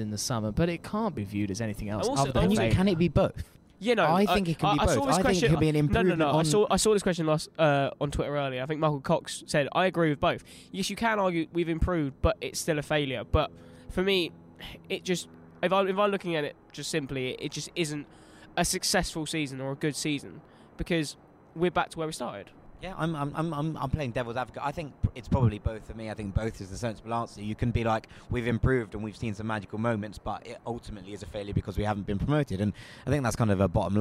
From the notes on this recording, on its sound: Went to Craven Cottage to record a Play-Off special. Took to the Johnny Haynes stand.